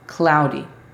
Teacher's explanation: La D es casi una R.